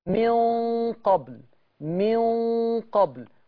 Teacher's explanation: بيخفي عند القاف ابتدى يعلو باللسان مع القاف · Term: إخفاء